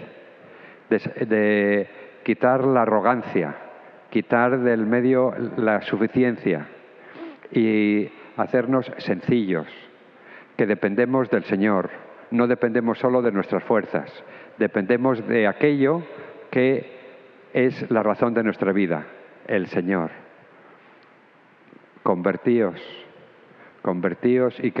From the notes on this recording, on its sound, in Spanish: Grabada en la celebración eucarística dominical en nuestro Santuario el sábado 24 a las 6:00 P.